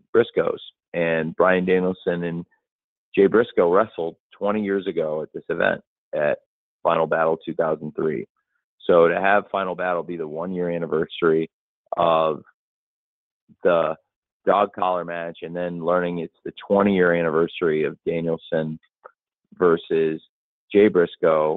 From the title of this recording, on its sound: Media Conference Call